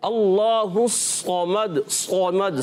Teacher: سیٹی کم ہو جائے گی مگر سواد موٹا رہے گا، کیونکہ ایکسٹرا موٹے حروف سے سواد.